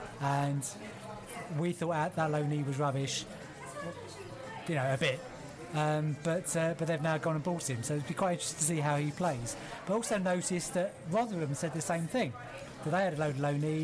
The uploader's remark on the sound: Huddersfield pre-match podcast from the pub. It was time to gather once again in a pub in West London - this time The Plough in Northfields with a backdrop of live jazz - to shoot the breeze.